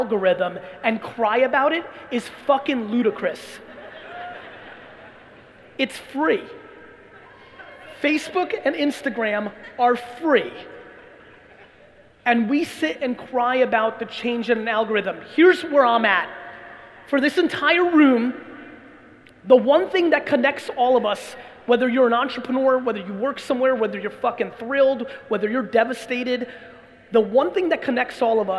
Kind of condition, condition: setting, live audience